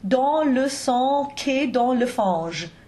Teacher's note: But the G becomes a K, which is kind of funky.